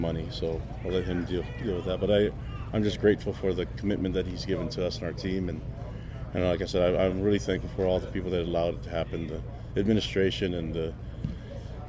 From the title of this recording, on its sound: Built Bar NIL Press Conference